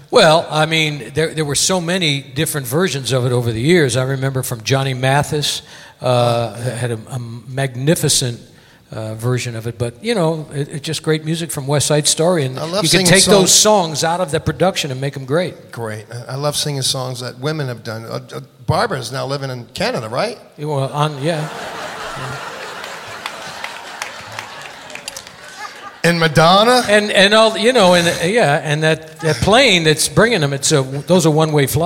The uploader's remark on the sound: Live at the South Point 01-26-2017